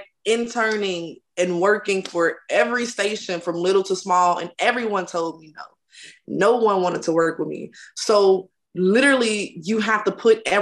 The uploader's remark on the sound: full zoom interview